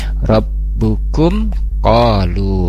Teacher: Kemudian untuk di rabbukum, di kumnya ada mim sukun bertemu qaf, di sana ada izhar safawi, jadi tidak ditahan di sana ya, jadi mengalir saja